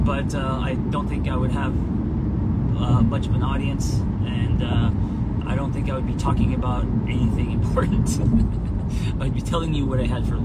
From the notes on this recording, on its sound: an Instagram live on the go